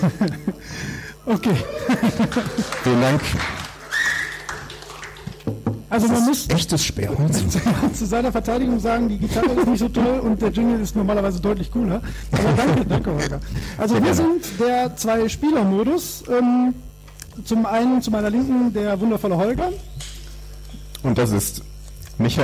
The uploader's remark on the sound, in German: Beim Podcamp 2017 im Unperfekthaus in Essen. Live eine ganz besondere Episode vor Publikum aufgenommen.